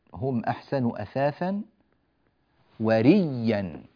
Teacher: أدغمت الياء الأولى في الياء الثانية فصار النطق النهائي لها ريا · Term: إدغام